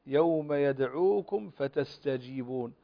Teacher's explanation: الميم الساكنة وبعدها الفاء فحكم الإظهار إظهار الشفوي